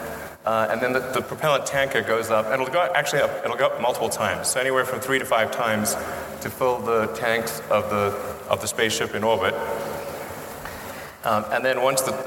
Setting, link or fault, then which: setting, live audience